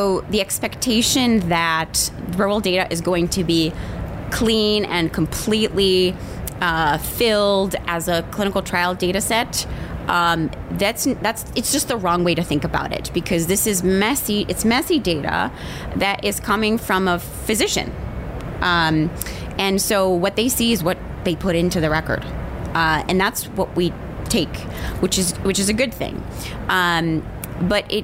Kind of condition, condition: setting, busy venue